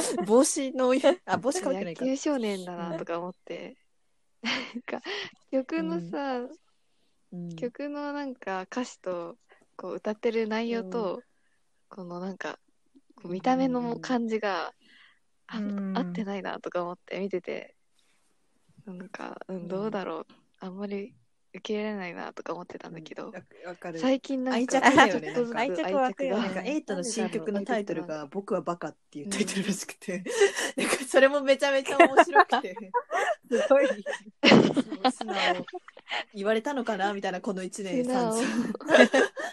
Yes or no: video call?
yes